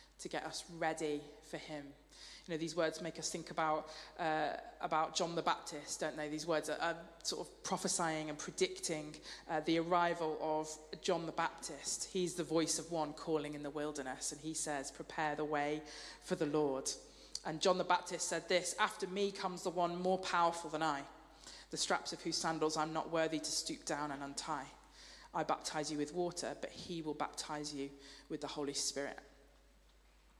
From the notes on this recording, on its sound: Streamed live at St Paul's Shadwell on Sunday, 10 December 2023